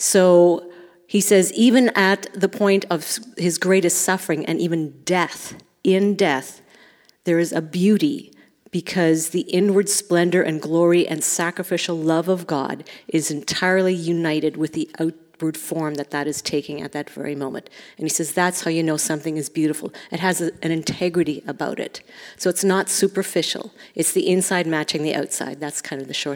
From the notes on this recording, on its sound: Recorded in Speculator, NY at the North East Vineyard Worship Leaders Retreat this past November